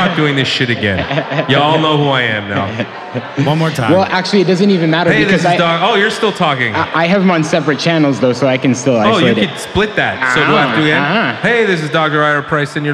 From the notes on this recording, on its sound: We're coming at you live from CannaCrawl !